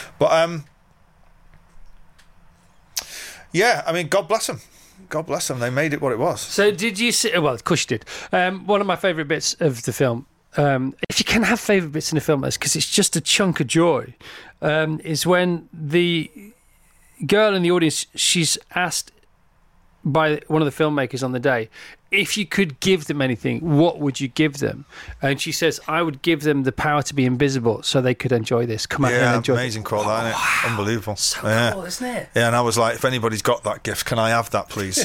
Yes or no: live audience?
no